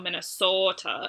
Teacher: I'm pretty sure that actually what's happening is the Minnesota O sound is not being raised, but instead of being the diphthong O, it is just the monophthong, or the single sound O, but like lengthened. So Minnesota instead of Souta, the way that we would usually say.